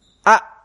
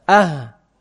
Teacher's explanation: Jahar itu nahan udara. A, nahan udara. Ah, mengeluarkan udara.